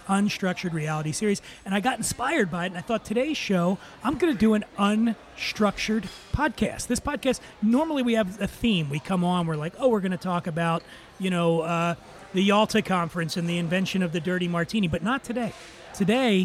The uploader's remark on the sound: Recorded at Eleven City Diner in Los Angeles.